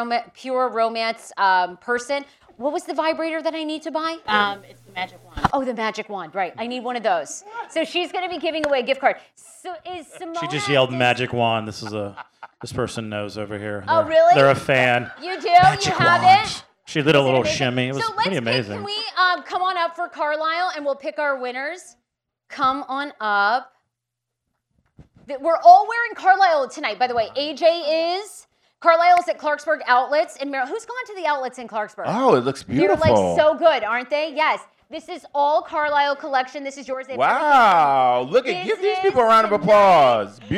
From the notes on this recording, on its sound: Threw an epic live show party at AFI in Silver Spring. The event was catered by Elegancia Caters.